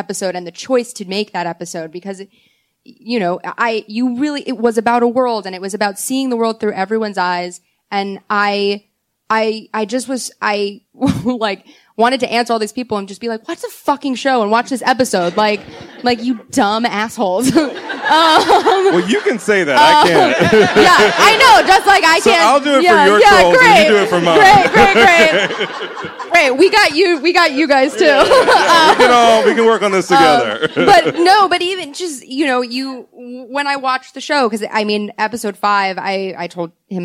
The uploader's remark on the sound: Recorded at ATX Television Festival